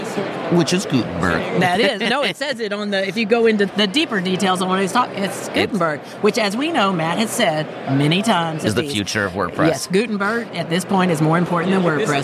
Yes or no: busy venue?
yes